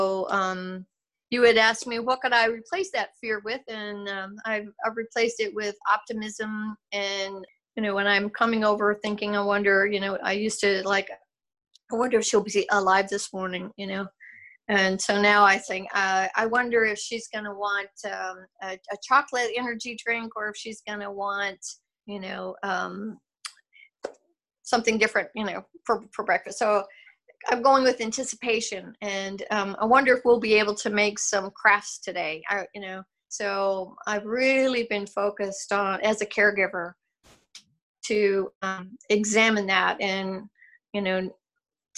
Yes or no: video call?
yes